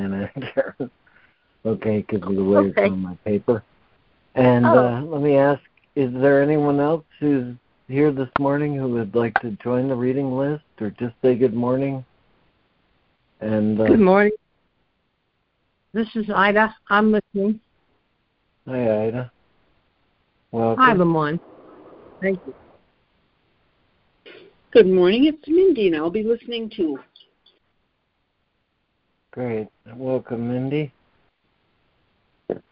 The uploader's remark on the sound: ACIM Daily Conference Call